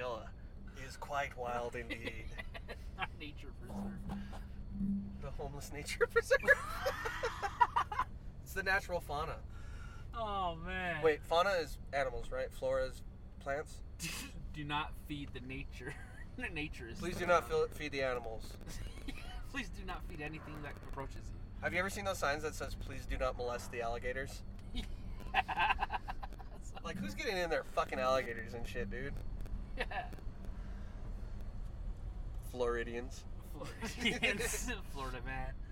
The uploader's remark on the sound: recorded a bunch of these in the truck